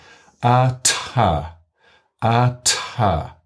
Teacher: A-ta, a-ta is making the burst of air stronger.